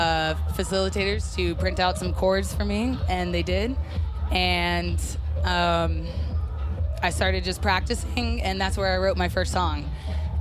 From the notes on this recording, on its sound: Live from Grandoozy Music Festival in Denver, CO. 2018. One sunny day in Denver at the largest festival the state of Colorado has ever seen.